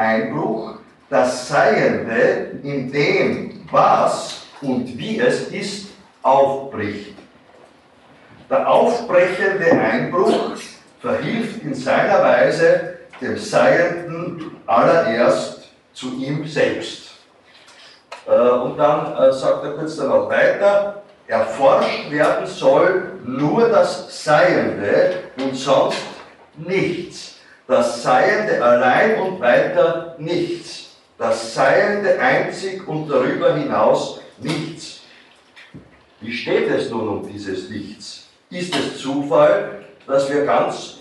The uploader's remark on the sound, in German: Diese Vorlesung wurde von Studierenden der Universität Wien aufgezeichnet